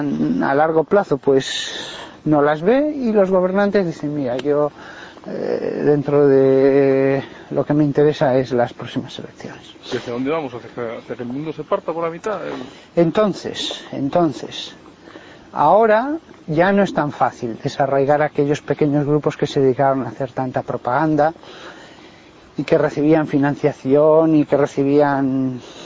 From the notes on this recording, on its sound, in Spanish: Entrevista durante un paseo por el campo por parte de un periodista de El Periodico.